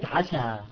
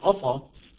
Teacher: طيب لو فخمنا السين قليلا، لما فخم السين قليلا ماذا تصبح؟ تصبح عصا